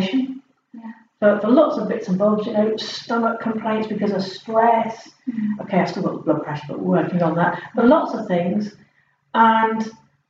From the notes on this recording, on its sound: The sound is a bit tinny.